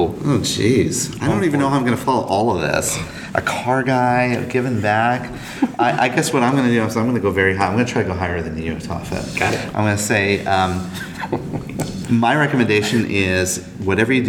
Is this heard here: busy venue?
yes